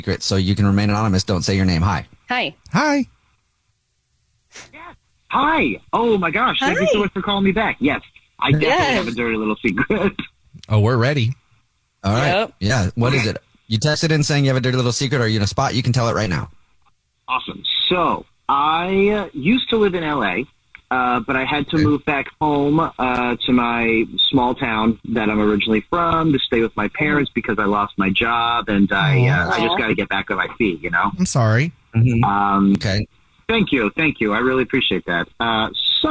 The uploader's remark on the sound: The man on the phone